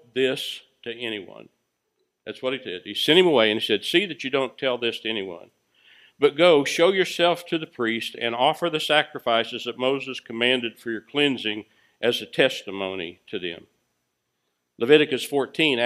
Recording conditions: large echoing room